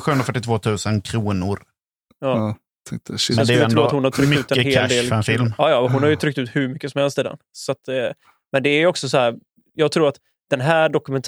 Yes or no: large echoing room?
no